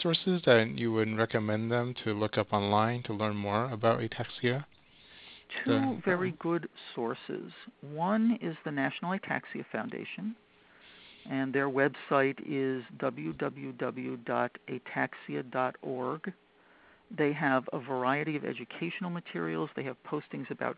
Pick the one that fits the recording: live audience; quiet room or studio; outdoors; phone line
phone line